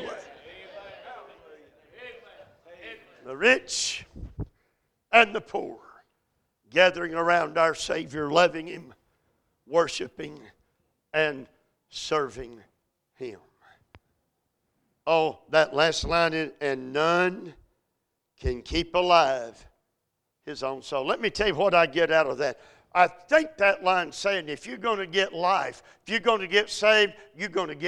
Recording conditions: large echoing room